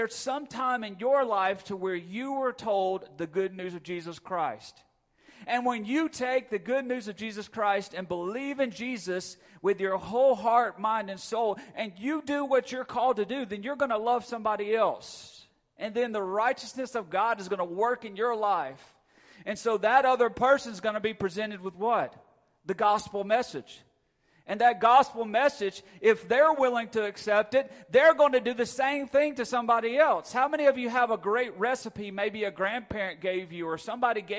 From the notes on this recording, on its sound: Recorded at Friendship Baptist Church on October 23, 2022.